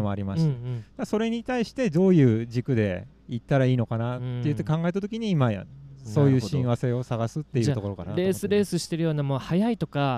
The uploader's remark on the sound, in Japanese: 収録地： 長野県北安曇郡白馬村 Grinduro Village。収録機材： ZOOM F3 (レコーダー)、AKG D5, C3000B（マイク）。